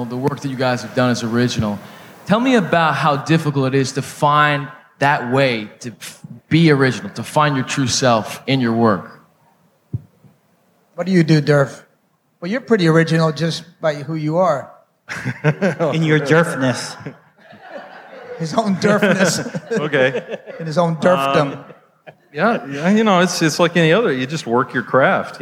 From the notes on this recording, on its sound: Live from the Miami Book Fair. In a live show filmed during the Miami Book Fair.